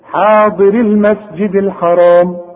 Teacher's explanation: وحوصل الياء بتلغى تماما، حاضر المسجد الحرام، يبقى الراء هي اللي بتثبت وتظهر انها مكسورة